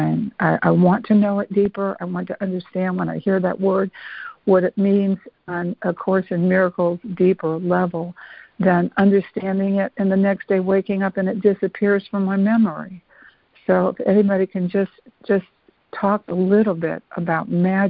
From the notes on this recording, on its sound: ACIM Daily Conference Call.